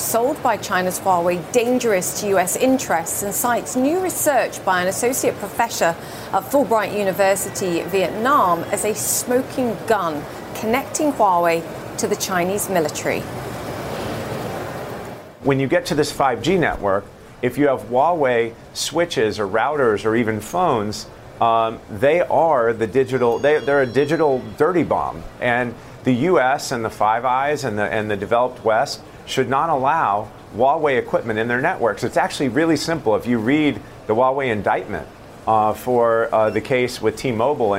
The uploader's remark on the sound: live from the New York Stock Exchange.